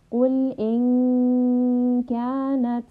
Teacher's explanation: we are hiding a little bit of that noon sound. · Term: ikhfa